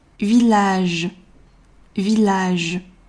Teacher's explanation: 首先是咬唇的辅音 v，其次是嘴型横扁平需要裂开的一 · IPA: [vilaʒ]